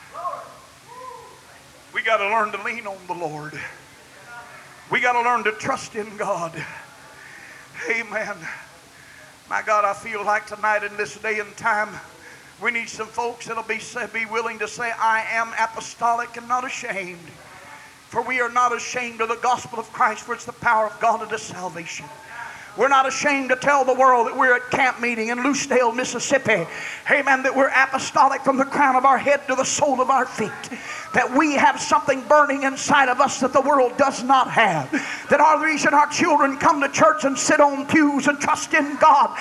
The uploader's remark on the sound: preached at the Church Of The Lord Jesus Christ in Lucedale, MS, June 5, 2002.